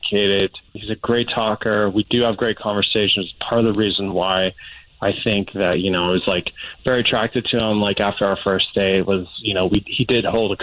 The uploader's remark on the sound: The guy on the phone